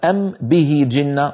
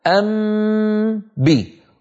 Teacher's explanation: إذن لما يأتي ميم ساكنة بعدها باء فإننا بدلا من أن نذهب إلى الشفتين مرتين فنقول مثلا أم به جنة، انظروا أم به، نذهب مرة واحدة أم بي، أطبق الشفتين على ميم وأمط غنتها ثم أجافي الشفتين عن باء · Shown in: second take · هذا العمل أسهل من أم به.